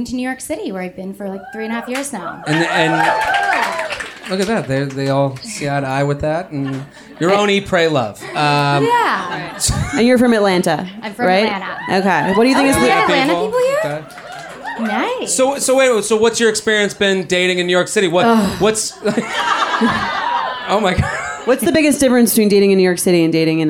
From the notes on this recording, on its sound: Live at the Comedy Cellar. Take letters and play games in front of a sold-out crowd at NYC's legendary Comedy Cellar.